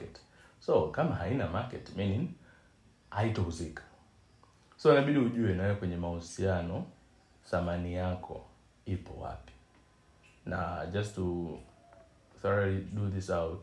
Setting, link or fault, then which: fault, sounds in the background